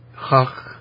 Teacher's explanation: Hak, you know, it would be pronounced cock for those who could pronounce it. And so it would get that hard guttural letter at the beginning, like the sound of a K sound